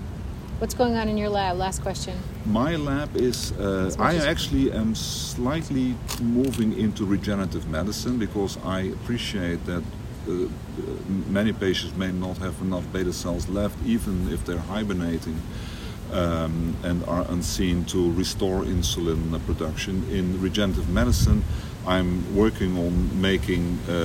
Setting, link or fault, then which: setting, busy venue